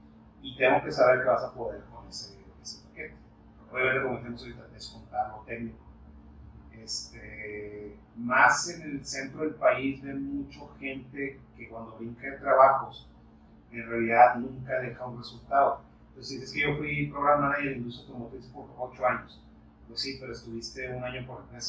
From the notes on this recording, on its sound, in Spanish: Una disculpa por el sonido, estuvimos ya en pruebas para mejorarlo en los próximos episodios.